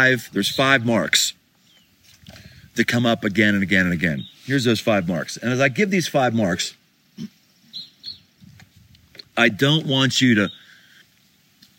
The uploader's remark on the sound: Live from Pikes Peak